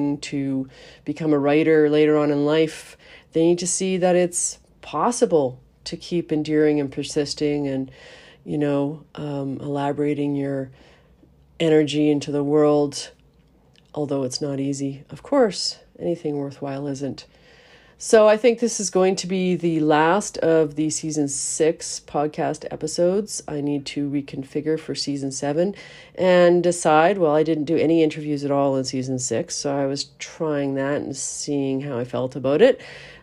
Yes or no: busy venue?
no